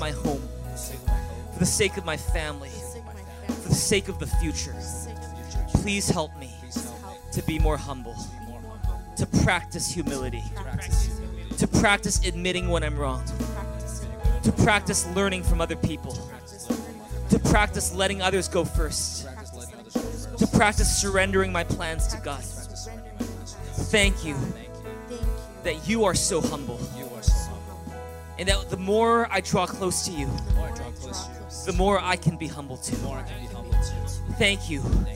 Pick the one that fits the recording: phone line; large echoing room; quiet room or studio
large echoing room